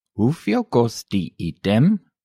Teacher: Note, again, the rising intonation.